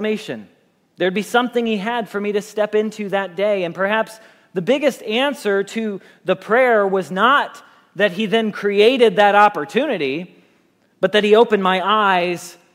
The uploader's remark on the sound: Message Preached at Valley Creek Church